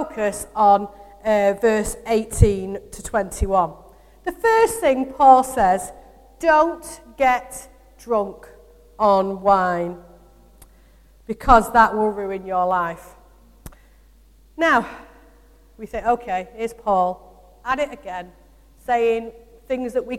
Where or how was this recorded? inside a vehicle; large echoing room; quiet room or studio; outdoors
large echoing room